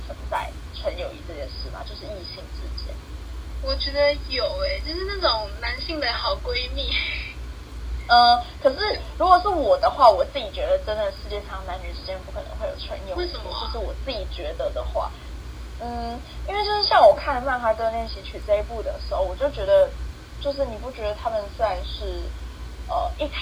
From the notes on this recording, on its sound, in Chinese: 本集因收音問題，有點雜訊。